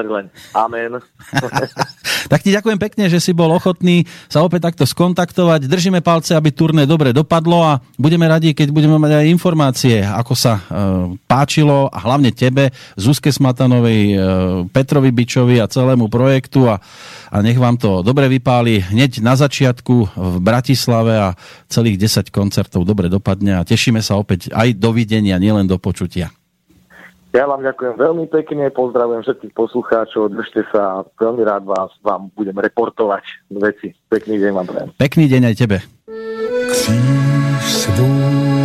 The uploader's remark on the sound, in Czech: telefonický rozhovor